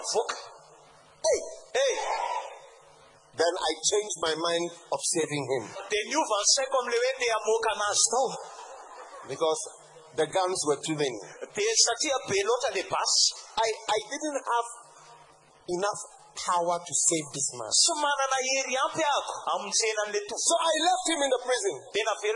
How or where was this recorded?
live audience